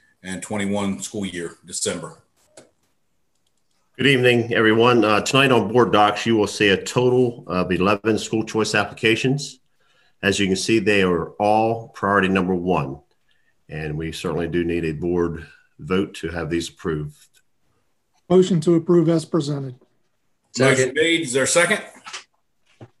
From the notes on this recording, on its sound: An audio recording of the Indian River Board of Education regular monthly meeting. This meeting was conducted online using the Zoom video conferencing platform.